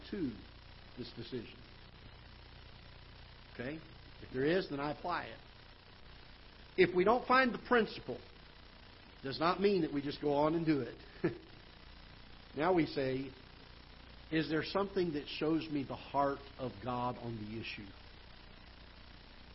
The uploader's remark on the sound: Ketha Heights Baptist Church ~ Live Broadcast